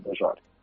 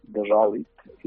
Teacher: I la R, de desori, passa-se una L, que són dues consonants molt properes, es diuen líquides.